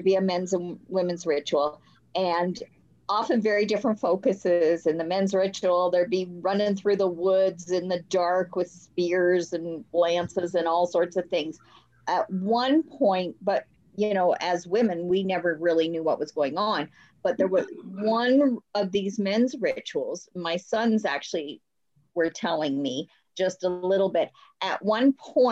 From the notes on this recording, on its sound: Sit around the Zoom table hopefully for the last time with hot beverages.